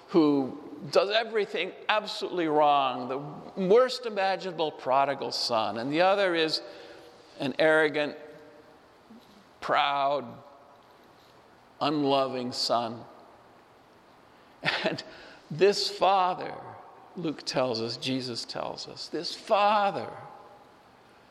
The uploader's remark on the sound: Homily delivered at Saint Francis Assisi Church, Spokane.